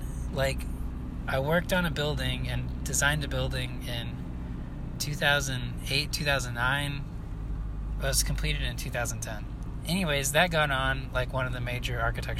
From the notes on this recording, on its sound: Talking in my car, driving around the airport, pulling out of the parking lot